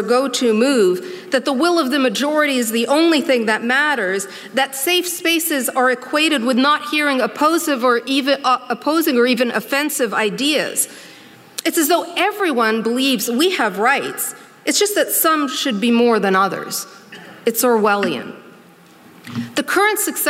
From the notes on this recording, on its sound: during ideacity's 20th anniversary conference